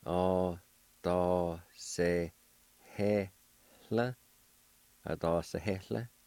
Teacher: there's going to be a faint H sound right before the L